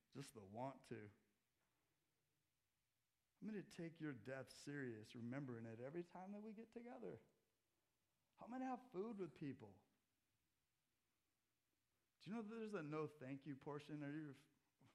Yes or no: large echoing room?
yes